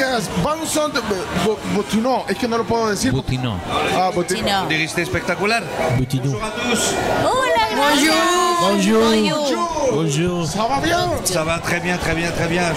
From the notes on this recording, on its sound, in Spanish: Transmisión de La Tribu en vivo desde el Hotel Real Intercontinental, sede del Inter de Miami